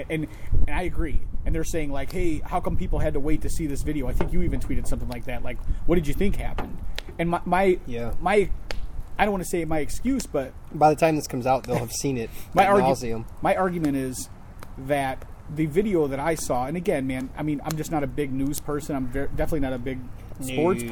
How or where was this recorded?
outdoors